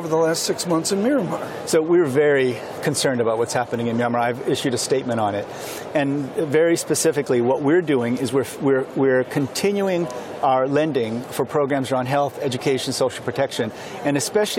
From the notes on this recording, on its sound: Live from the World Bank/IMF Meetings in Washington DC.